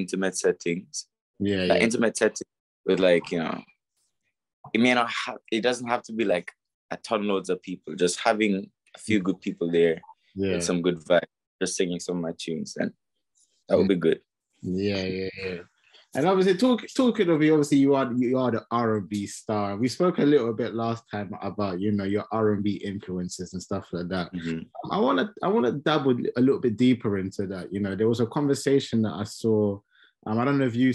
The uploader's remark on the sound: on Zoom to discuss his new single and more